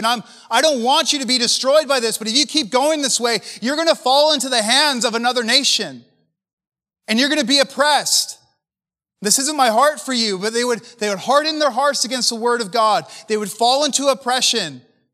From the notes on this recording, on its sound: preached at a recent MFI Canada Conference